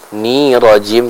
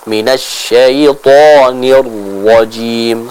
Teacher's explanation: setelah membaca huruf nun yang kasrah, kita langsung masuk ke huruf ra yang bertasydid · Shown in: second take